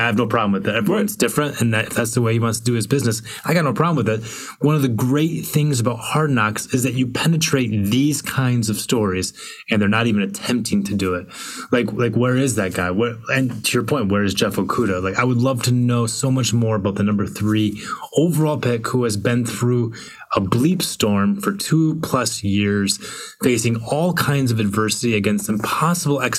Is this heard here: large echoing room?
no